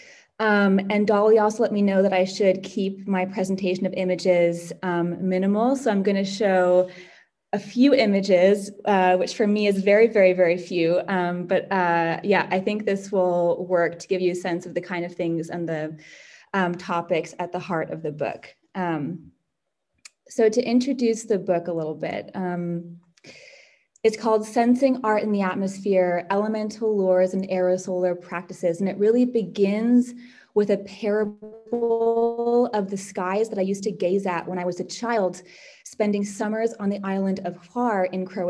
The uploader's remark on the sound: Joined us for a Greenhouse online book talk.